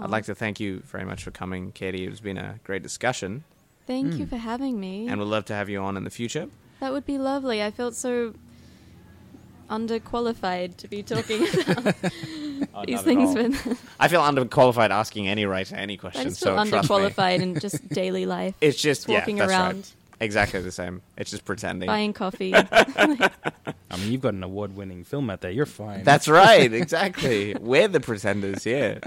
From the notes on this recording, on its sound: Recorded live at the Brunswick Street Bookstore.